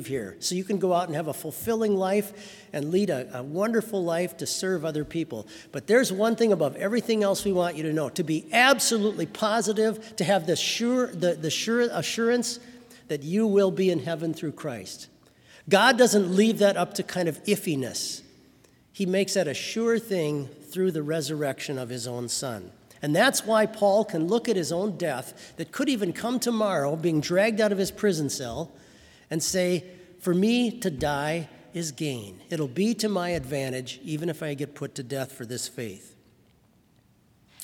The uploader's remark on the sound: Sermon from BLC Chapel